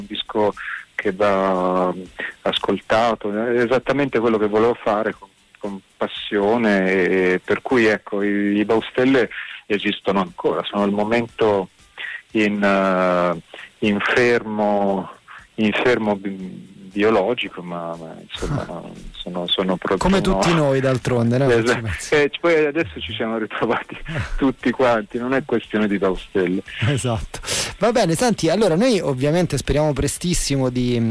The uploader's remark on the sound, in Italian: live dai nostri studi in collegamento telefonico